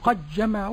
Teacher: وإنما نطق بجيم معطشة مشددة